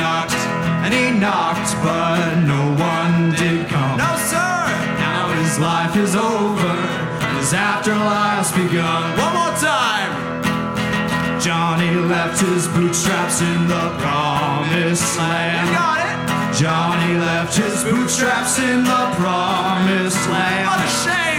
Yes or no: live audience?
yes